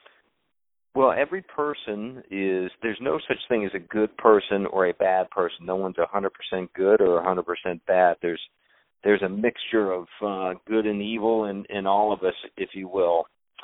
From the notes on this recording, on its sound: On the phone